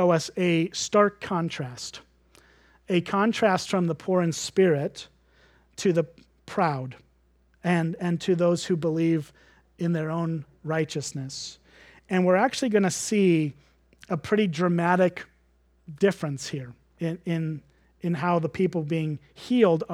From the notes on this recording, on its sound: at Springbrook Church in Antigo, WI.